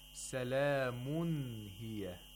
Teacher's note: The nun sakina of the tanween is pronounced completely, and the nun is pronounced from its own place of articulation. We don't get rid of the place of articulation of nun, like in idgham or ikhfa. · Term: manifestation of the nun sakina